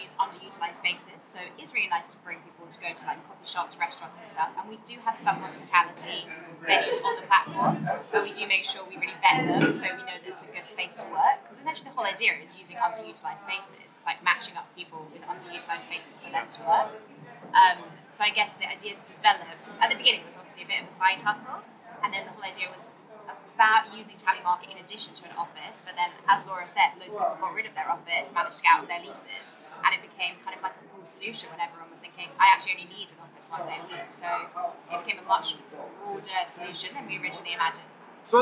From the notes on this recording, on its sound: interviews recorded on the floor of the conference - so there is a little background noise